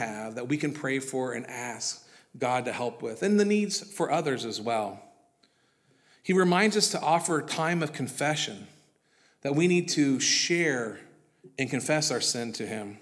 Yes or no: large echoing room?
yes